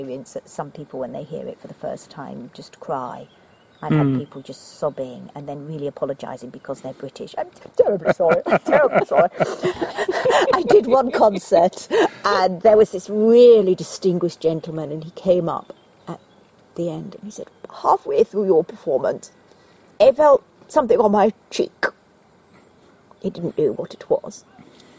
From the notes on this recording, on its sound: recorded in the open-air